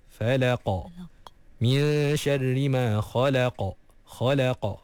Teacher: jadi bila kita baca huruf qaf, kita kena lantunkan dia. · Term: qalqalah